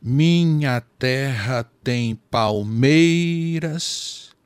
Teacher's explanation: Então, se a gente contar Minha terra tem palmeiras, você vai só até o MEI, que é a última tônica do verso. Teremos então sete sílabas e os outros versos terão sete sílabas também.